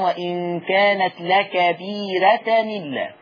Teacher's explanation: بشيل الهمزة واخد الحركة بتاعتها انقلها على الحرف الساكن · Term: النقل